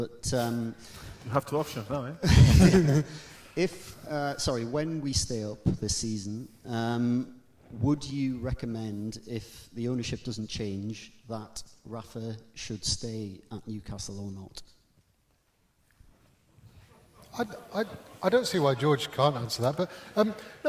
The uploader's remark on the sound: The Game Live in Newcastle. A special Times Plus event in Newcastle. In front of a live audience.